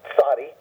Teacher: tzadi, two-syllable word, so accent on the first syllable, tzadi, because trying to get you to go tz, tzadi.